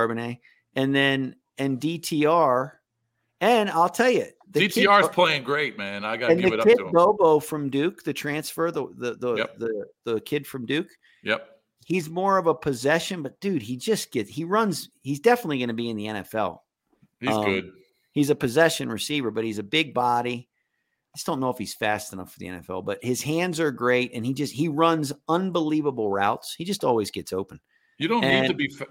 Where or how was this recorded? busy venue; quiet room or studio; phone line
quiet room or studio